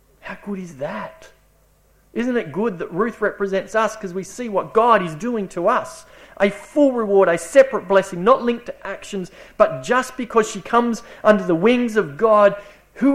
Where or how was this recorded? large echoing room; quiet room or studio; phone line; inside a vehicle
large echoing room